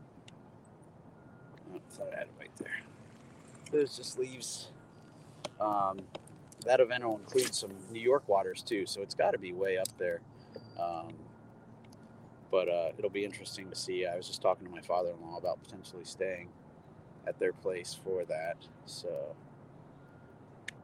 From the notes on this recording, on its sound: Comes at you live on the water as he runs you through how he approaches a body of water.